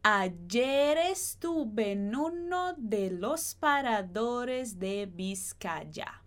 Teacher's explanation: esse Y de ayer e de Vizcaya eu pronuncio como J